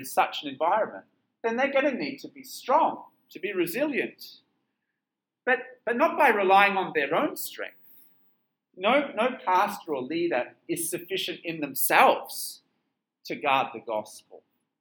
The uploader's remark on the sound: This sermon was preached at Penang International Church on 24th July 2022.